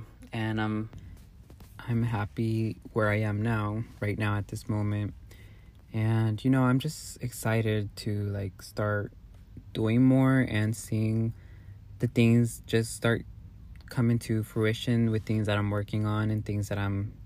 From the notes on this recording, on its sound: Take myself out to get boba & record this episode in my car. It was definitely a vibe sipping boba & talking in my car while I watched the sun set.